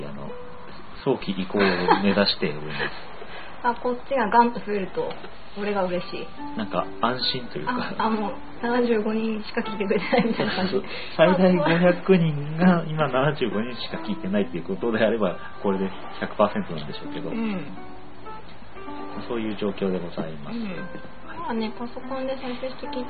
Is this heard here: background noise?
yes